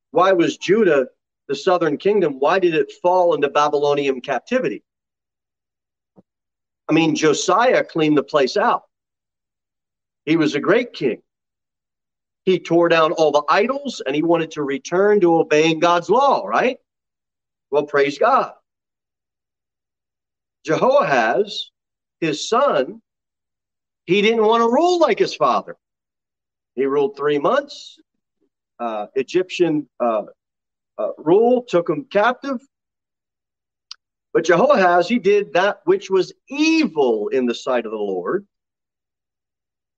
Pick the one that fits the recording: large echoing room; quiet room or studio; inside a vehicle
large echoing room